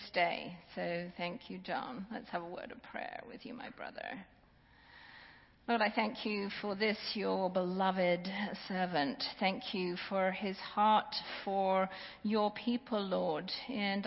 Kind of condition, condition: setting, large echoing room